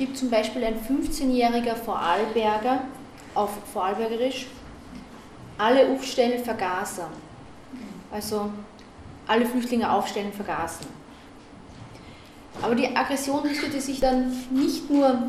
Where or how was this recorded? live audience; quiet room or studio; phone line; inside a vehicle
live audience